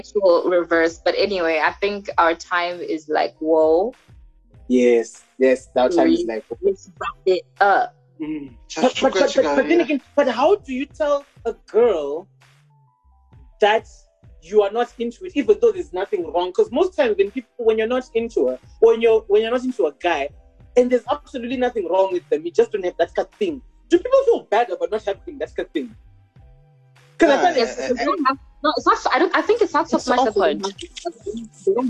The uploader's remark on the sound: Anticipate a little rust, sound issues (we blame the internet).